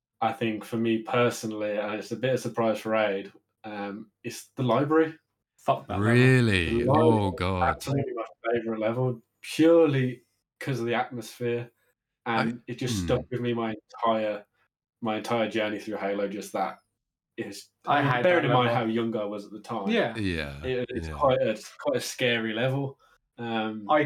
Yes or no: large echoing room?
no